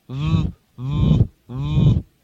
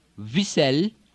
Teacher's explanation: V and W, V and W, are both going to sound more like a V, but it is going to be a V that is more between the lips. Instead of the lip coming up to the teeth, V, V, it's going to be more with the lips together, like V, V, V.